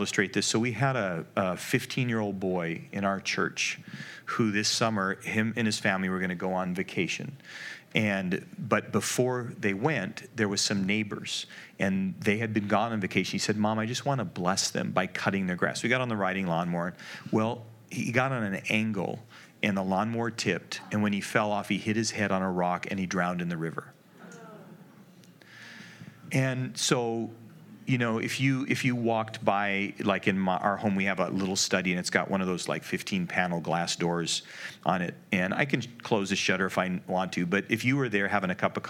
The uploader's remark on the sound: The following audio comes from the National Disciple Making Forum by Discipleship·org